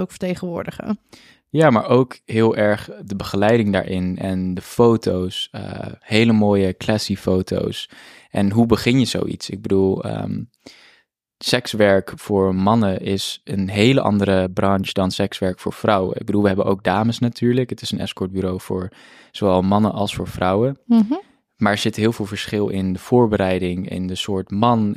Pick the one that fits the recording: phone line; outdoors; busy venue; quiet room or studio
quiet room or studio